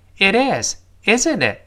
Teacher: 最后那个 t，憋住气，失去爆破